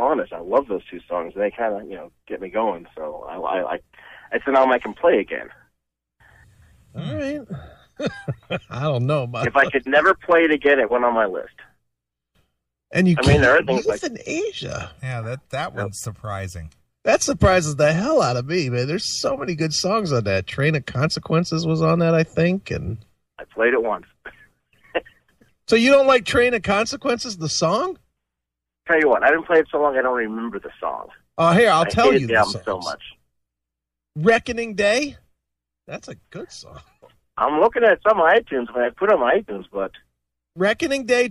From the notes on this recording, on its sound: Listeners call in with theirs, and some of them are VERY surprising.